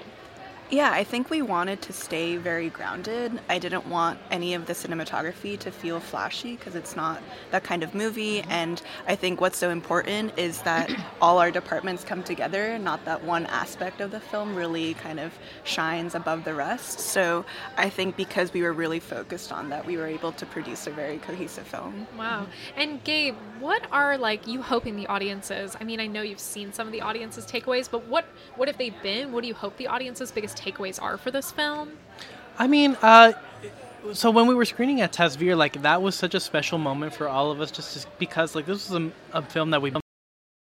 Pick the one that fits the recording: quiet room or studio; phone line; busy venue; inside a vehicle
busy venue